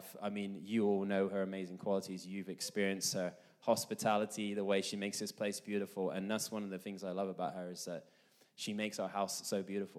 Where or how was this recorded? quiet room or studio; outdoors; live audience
live audience